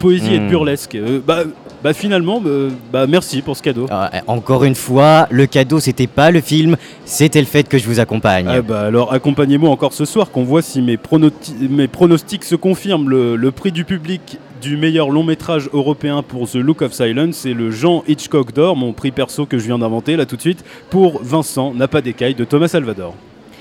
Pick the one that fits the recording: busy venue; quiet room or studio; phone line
busy venue